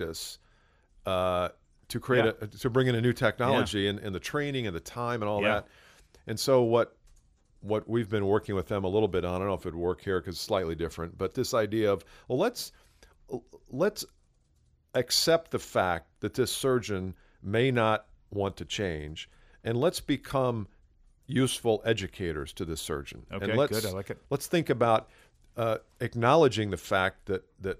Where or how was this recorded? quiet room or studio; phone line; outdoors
quiet room or studio